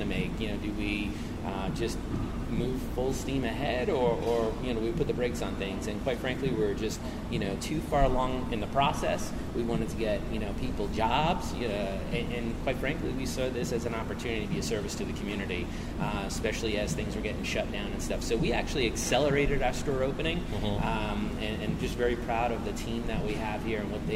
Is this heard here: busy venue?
yes